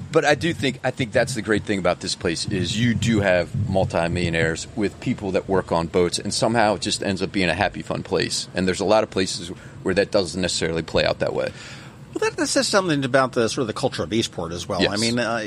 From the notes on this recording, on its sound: Today, we sit down outside of Davis' Pub